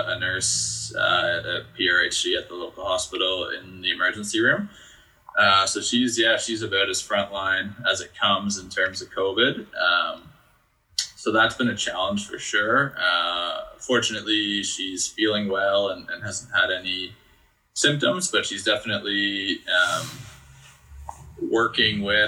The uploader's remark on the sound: This Stay Home conversation was a little bit on the rough side as we faced some technical difficulties with recording to Zoom but I tried to clean up the audio as best as I could.